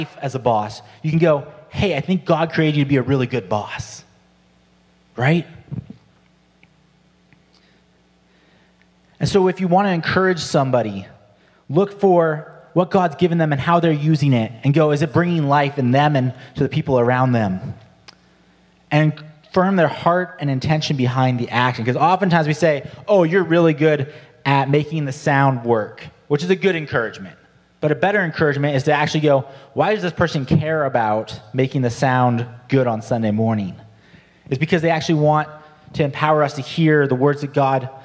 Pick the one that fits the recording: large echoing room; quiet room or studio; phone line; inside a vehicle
large echoing room